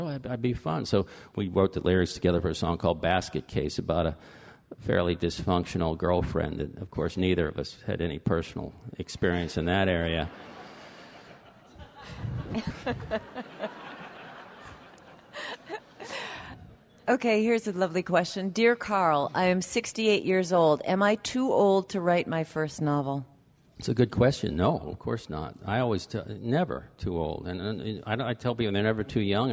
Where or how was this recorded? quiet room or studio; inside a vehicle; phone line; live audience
live audience